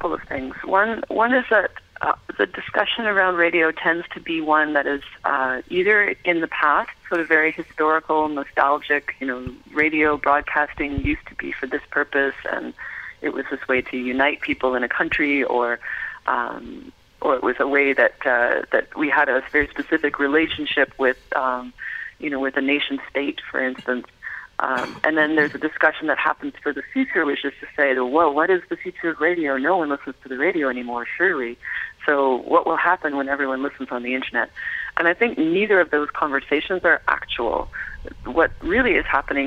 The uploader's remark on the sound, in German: Am Telefon, als sie gerade Santa Cruz (Kalifornien) unsicher machte.